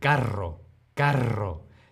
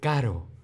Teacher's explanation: El carro, la doble R, tiene más aire.